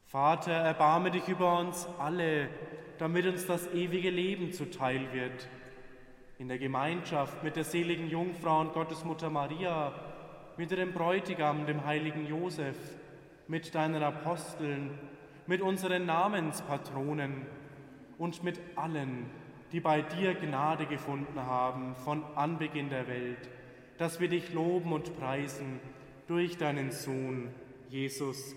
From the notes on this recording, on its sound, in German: Live-Gottesdienstübertragung aus der Kirche Hl. Dreifaltigkeit in Amberg.